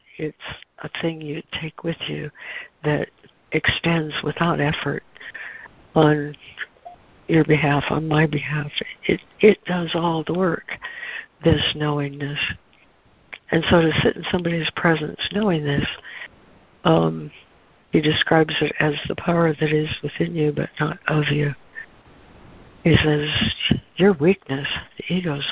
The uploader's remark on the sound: ACIM Daily Conference Call